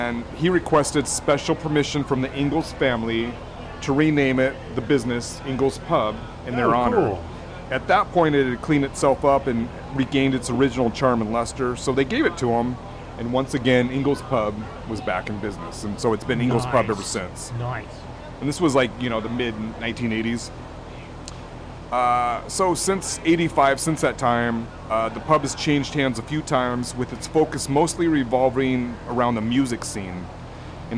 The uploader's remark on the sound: Engel's Pub in Edmonds. Recorded live at Engel's Pub - just down the street from Moto.